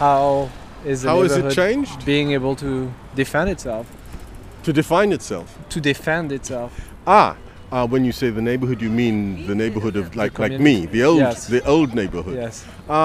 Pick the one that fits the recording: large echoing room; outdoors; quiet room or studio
outdoors